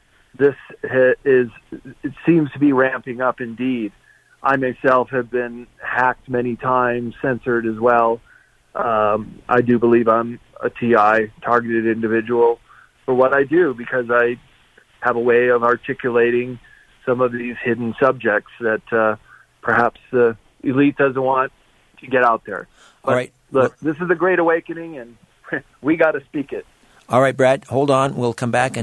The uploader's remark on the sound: opens the phones for listener questions and comments